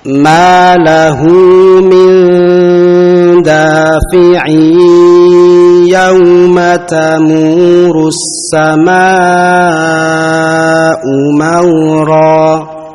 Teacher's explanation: Perhatikan yang namanya idgham bi gunnah, dengungkan ya dengan penahanan yang cukup